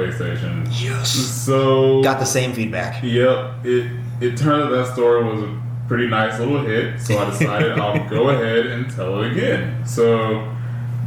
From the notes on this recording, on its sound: We had audio issues this week